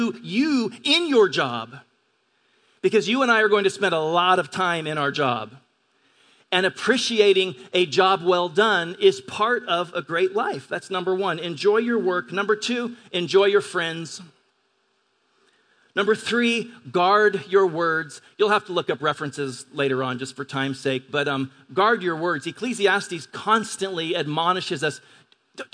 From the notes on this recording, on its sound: At Grace Church of La Verne. At Grace Church of La Verne.